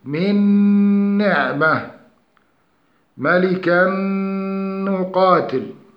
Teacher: ومع النون إذا جاء بعد النون الساكنة أو التنوين نون تدمج النون الساكنة أو التنوين في النون ليصير نونا مشددة غن قدر حركتين